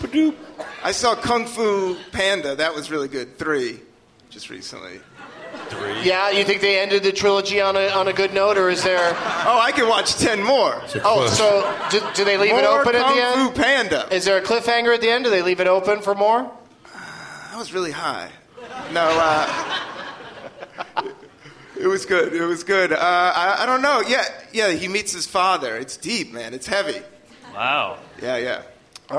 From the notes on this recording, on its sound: Live from the Gramercy Theatre in NYC